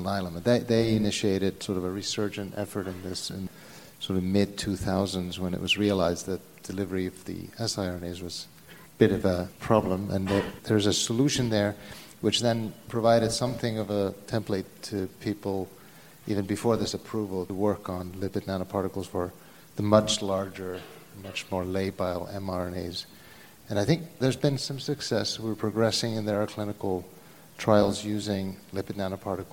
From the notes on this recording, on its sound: this panel discussion recorded at the 8th annual Partnership Opportunities in Drug Delivery (PODD) conference